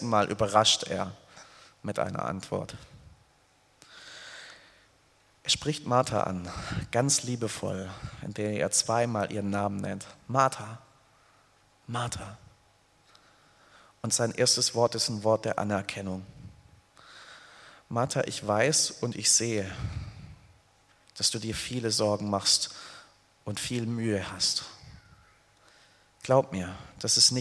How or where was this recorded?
large echoing room